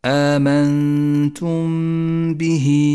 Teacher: في نفس الكلمة الإخفاء الشفوي، آمنتم به، جاءت الميم الساكنة وبعدها حرف الباء، نخفي الميم بالباء ولا نجافي بين الشفتين عند نطقها، ولا نضغط عليهما بل نتوسط في ذلك، ونقف بغنة على حرف الميم زمنها حركتان، ولذلك لونت بالأخضر إشارة إلى موقع الغنة، أي هكذا، آمنتم به.